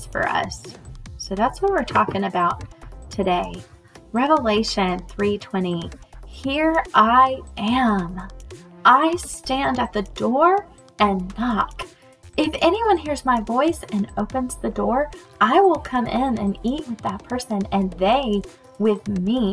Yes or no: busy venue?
no